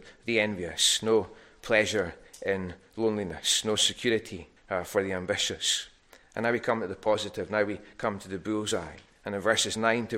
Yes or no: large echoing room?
yes